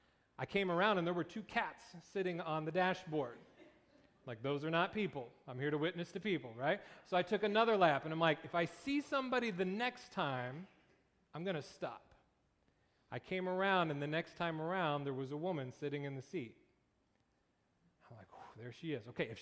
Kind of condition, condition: setting, large echoing room